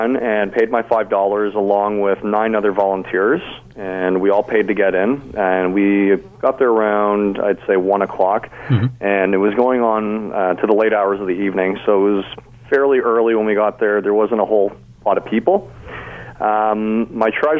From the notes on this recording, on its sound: He called into my talk show Mid Day Matters to provide details. This segment aired live on the day the writ was dropped.